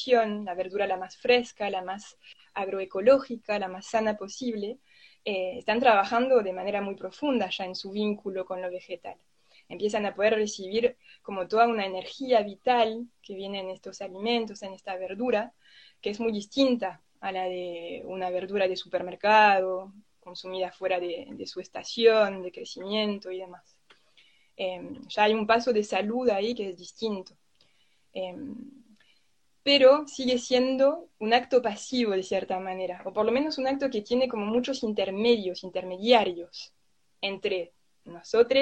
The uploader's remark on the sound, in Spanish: Audio de la charla en vivo por Instagram